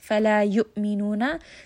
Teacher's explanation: Remember that it has جهر. So we are going to abruptly stop the sound. It has شدة as well. So make sure that you are stopping the sound here abruptly when it comes. · So here Hamza has a sharp jerking sound. Remember that it has جهر.